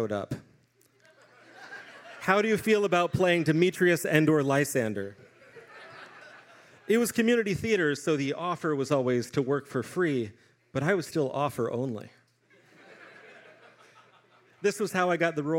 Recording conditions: live audience